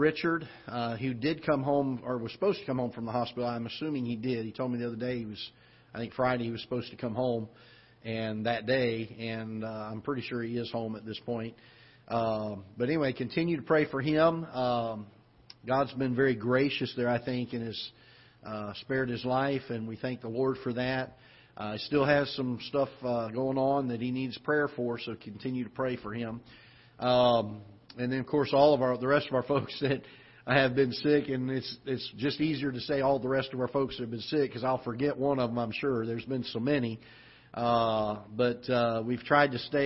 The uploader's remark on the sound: Ketha Heights Baptist Church ~ Live Broadcast